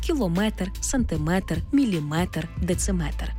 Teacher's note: В іншомовних словах, які позначають міри довжин, наголос падає на метр.